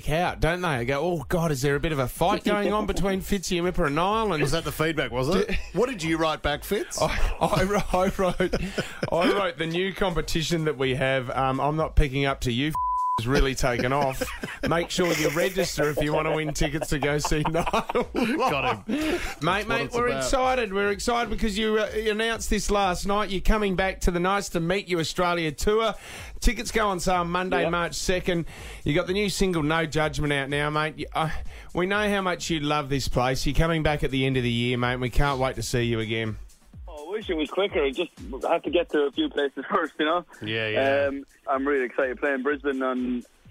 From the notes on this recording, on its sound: phoned into the show